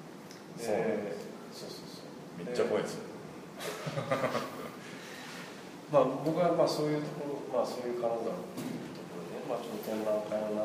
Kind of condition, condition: setting, live audience